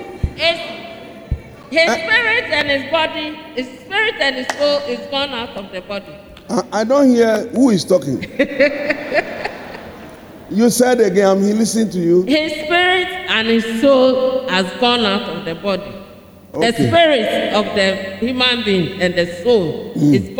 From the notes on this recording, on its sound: Sermon preached at CBC Shiashie Campus